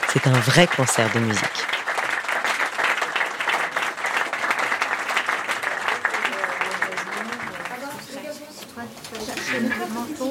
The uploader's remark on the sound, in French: L’épisode culmine avec le grand soir du concert au Triton, où les élèves se produisent sur scène avec une énergie contagieuse.